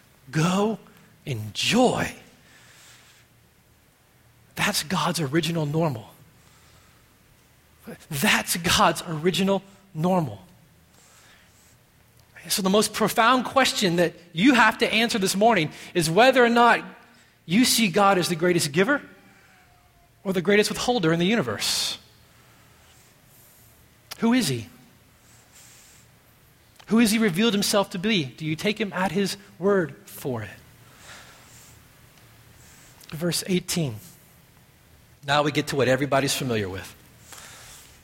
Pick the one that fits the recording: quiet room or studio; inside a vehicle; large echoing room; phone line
large echoing room